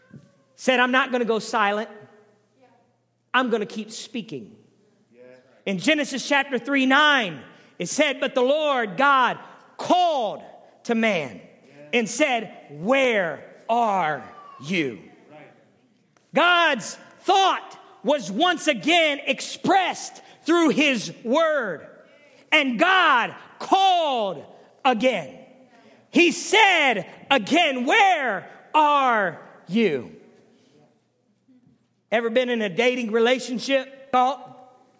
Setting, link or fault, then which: setting, large echoing room